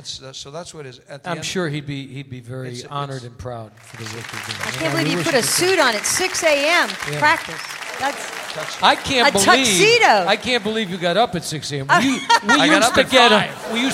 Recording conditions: busy venue